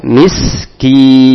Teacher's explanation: huruf sin juga huruf hamas, sedikit keluar anginnya. Miskin, nun juga huruf tawasud, sehingga nam tidak langsung mati, tidak pula mengalir begitu saja, tapi sedikit mengalirnya.